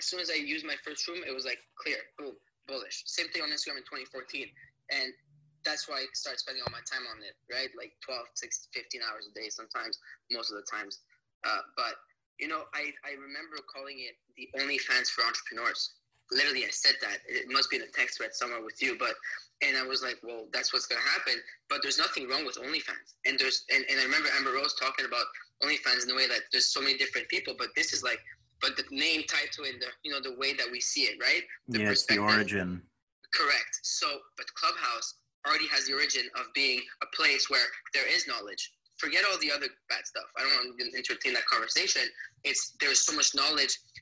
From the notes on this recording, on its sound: Recorded Live On Clubhouse!